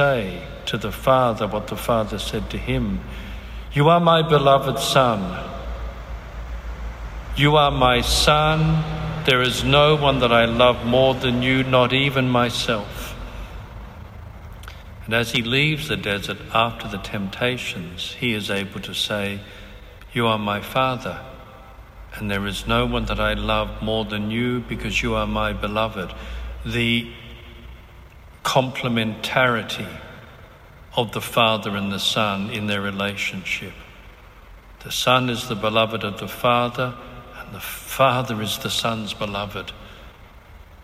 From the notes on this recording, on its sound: Recorded on 9 April 2019 at St Carthage's Catholic Cathedral, Lismore, New South Wales, Australia.